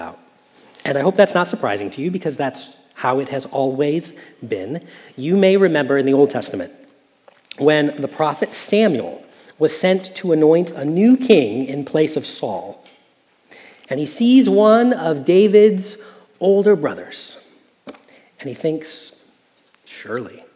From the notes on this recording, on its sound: Message Preached at Valley Creek Church